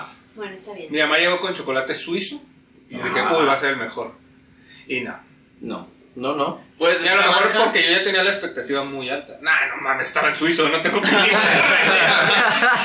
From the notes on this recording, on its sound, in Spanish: Hubo problemas con el audio, perdón